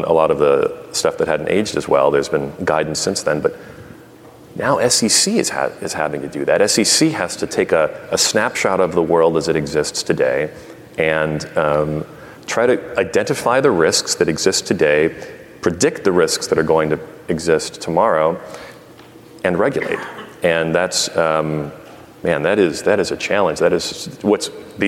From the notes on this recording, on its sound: Live from Money20/20 USA